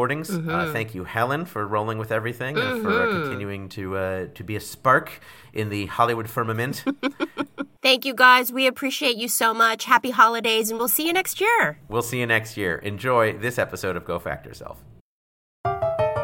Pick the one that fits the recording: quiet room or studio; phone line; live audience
live audience